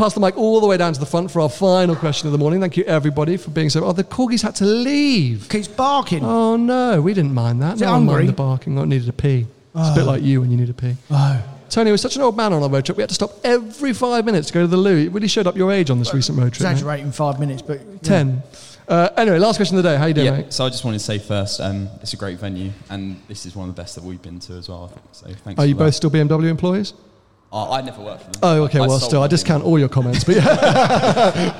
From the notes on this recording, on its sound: live from Vines of Gatwick BMW